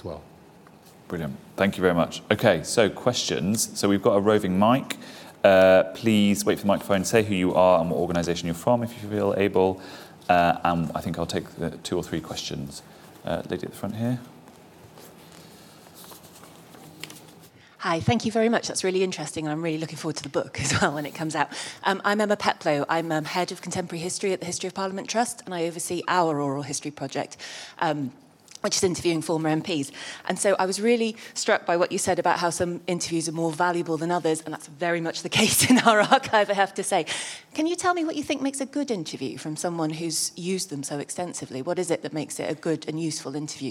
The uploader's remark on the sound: This event was part of the IfG's Ministers Reflect one-day conference.